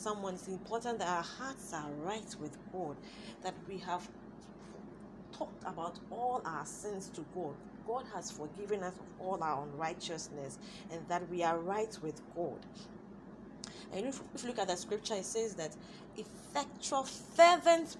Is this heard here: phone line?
no